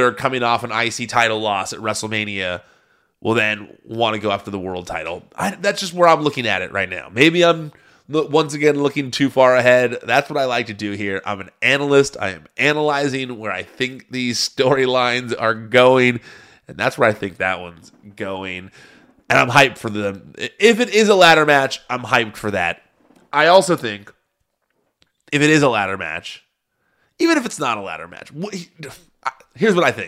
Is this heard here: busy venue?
no